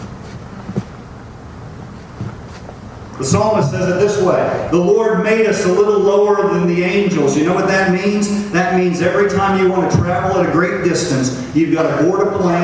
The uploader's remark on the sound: The audio is not great quality